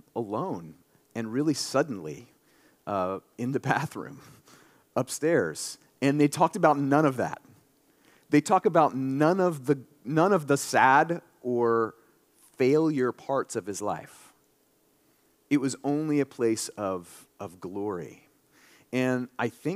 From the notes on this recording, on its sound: This sermon during our March 19, 2023, Sunday worship service.